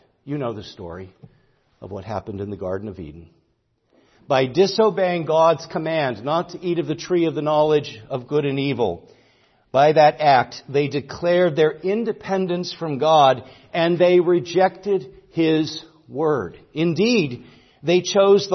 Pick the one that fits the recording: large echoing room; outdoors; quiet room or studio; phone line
large echoing room